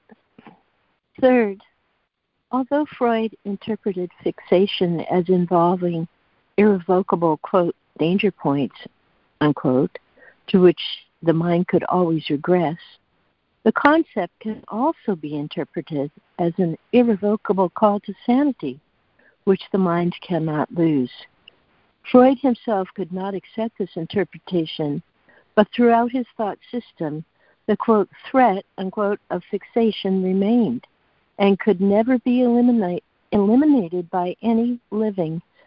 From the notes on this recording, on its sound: ACIM Daily Conference Call